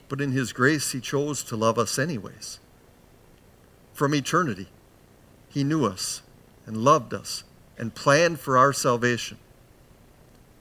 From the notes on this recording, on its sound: Bethany, Appleton, WI. Preached this sermon at Bethany's Saturday worship on May 7, 2022.